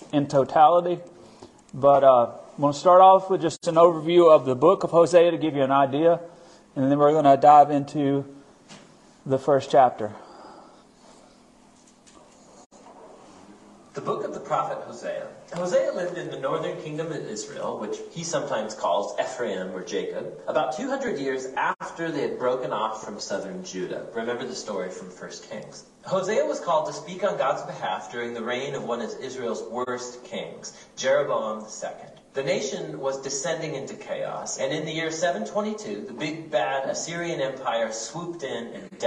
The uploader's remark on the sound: Recorded at our Midweek service at Friendship Baptist Church on March 15, 2023.